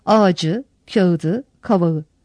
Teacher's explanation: Ağaç, kağıt, kavak gibi kelimeler ünlüyle başlayan bir ek aldıklarında sonlarındaki ünsüz tonlulaşmaktadır